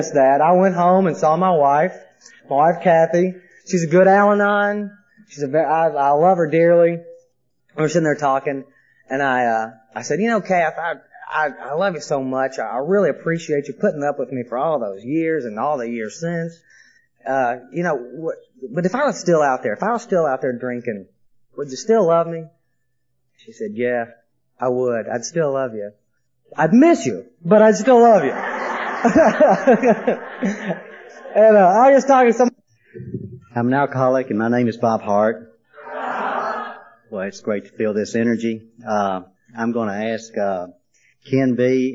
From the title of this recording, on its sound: speaking at the Music City Roundup